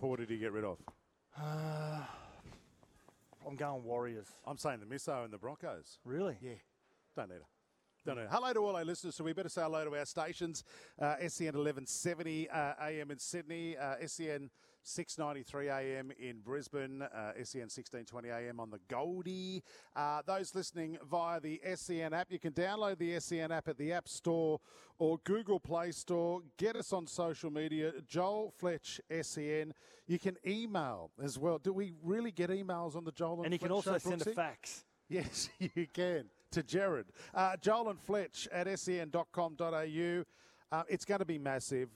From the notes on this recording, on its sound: Live from Suncorp stadium